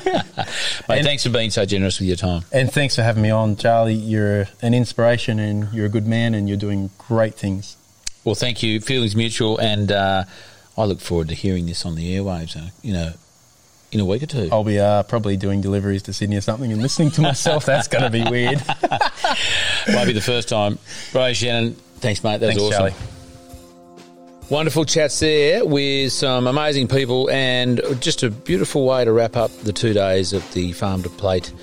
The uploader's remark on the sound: Short interviews. Recorded at the Regionality 'Farm 2 Plate Exchange.